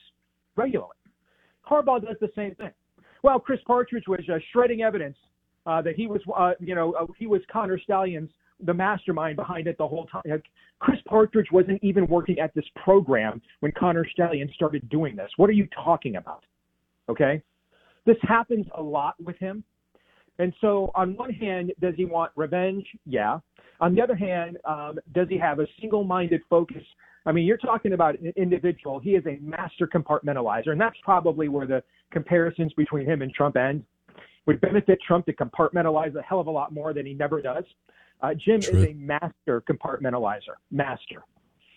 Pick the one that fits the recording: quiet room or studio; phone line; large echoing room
phone line